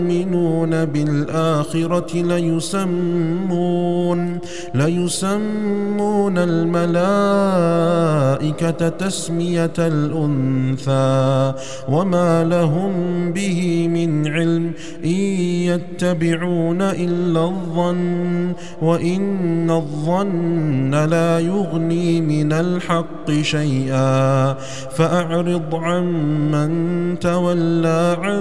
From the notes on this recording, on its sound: recorded at Green Lane Masjid, Birmingham, UK